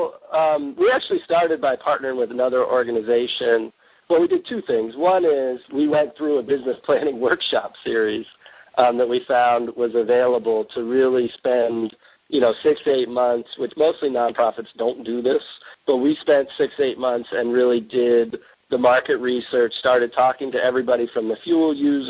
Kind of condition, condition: link, phone line